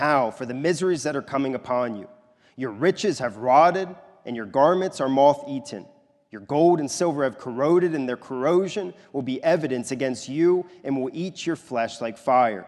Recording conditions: large echoing room